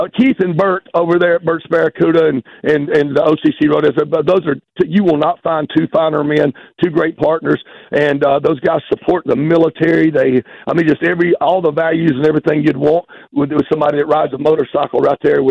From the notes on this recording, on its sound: called in to the Cat Named Mo Rock Show